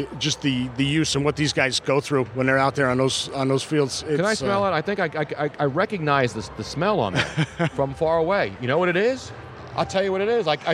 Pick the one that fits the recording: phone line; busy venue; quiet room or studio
busy venue